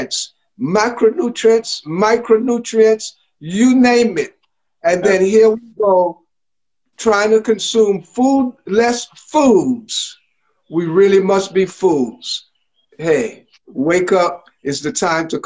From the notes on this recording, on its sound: IG Live conversations